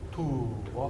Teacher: トゥー、アじゃなくてトゥーは、見えない W が入ってます